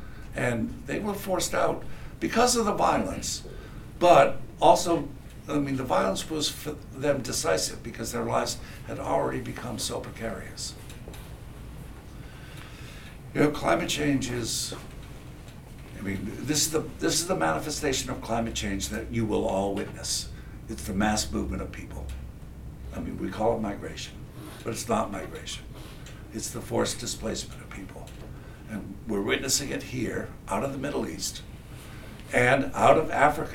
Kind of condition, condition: setting, large echoing room